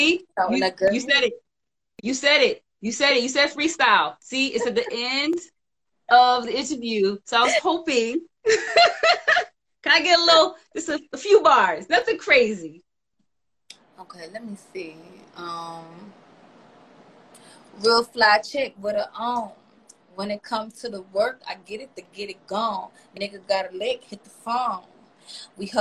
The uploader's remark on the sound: a special Instagram Live #WFH edition